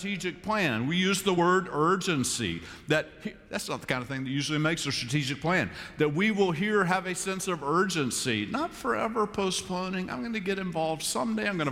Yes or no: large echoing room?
yes